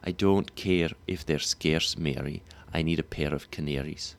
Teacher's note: Air, as in square, generally is a little bit tighter than you'd expect.